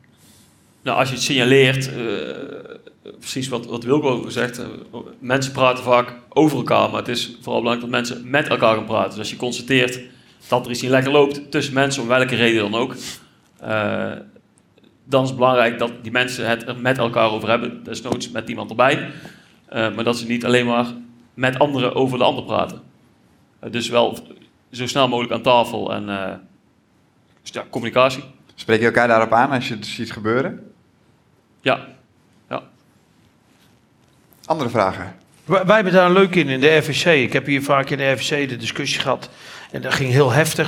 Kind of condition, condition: setting, live audience